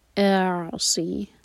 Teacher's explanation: حمزہ کا ساؤنڈ ایک حرکہ کھینچ جائے پہلے، اس کے بعد عین کو ٹچ کریں گے